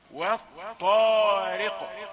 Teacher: القاف هنا ساكنة مقلقلة ومفخمة، والطارق.